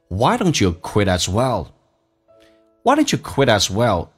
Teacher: Quit 跟 as 有连音叫 quit as, T 要浊化成 D